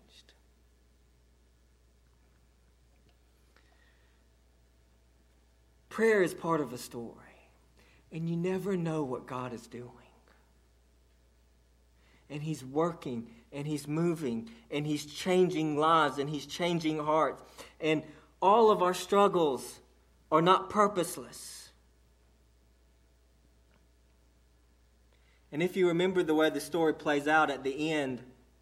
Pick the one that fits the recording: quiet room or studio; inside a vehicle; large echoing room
large echoing room